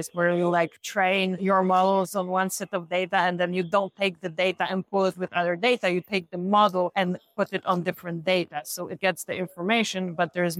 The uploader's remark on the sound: Recently, we were at the Digital Pathology and AI Congress in New York organized by Global Engage. We decided to record this episode right there, surrounded by the buzz of the conference. No fancy preparations, just real and raw insights for you.